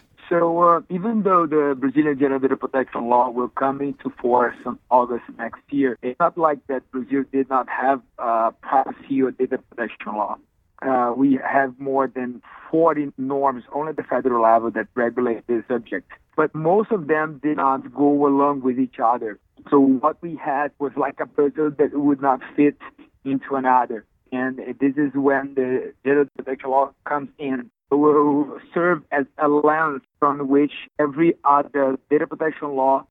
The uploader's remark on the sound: Joined by phone from Brazil.